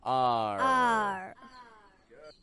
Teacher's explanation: he brings the front of his tongue, it goes up, it points upwards, and it goes towards the roof of his mouth